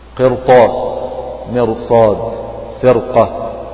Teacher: نلاحظ أن الراء فيها مفخمة رغم أنها راء ساكنة سبقت بكسر والكسر أصلي ومتصل بها في نفس الكلمة ولكن بعدها حرف استعلاء في كلمتها. · Term: الراء مفخمة